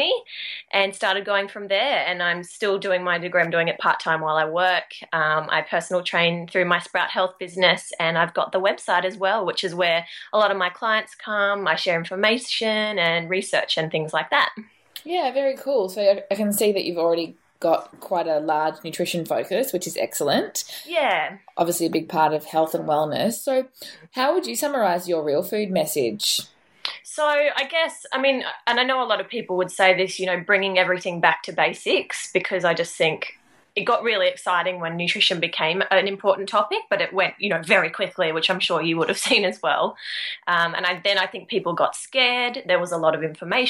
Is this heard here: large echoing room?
no